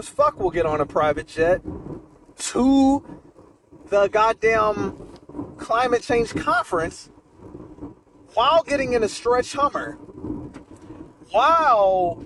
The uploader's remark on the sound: Late Night December Drive Talk. I recorded this towards the beginning of the month but couldn't find the file until now, my apologies.